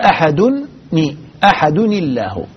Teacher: أصبحت في الدرج، لا يصح التقاء الساكنين في الدرج، فحين ذاك نتخلص من التقاء الساكنين بوضع كسرة بعد هذه النون الساكنة · Term: التخلص من التقاء الساكنين